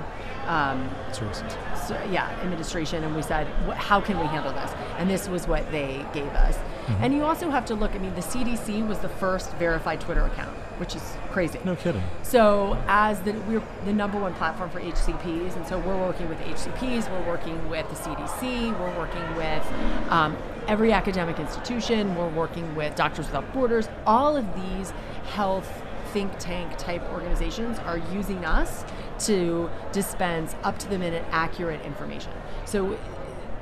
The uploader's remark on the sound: In this mini episode of the podcast recorded at HLTH in Las Vegas.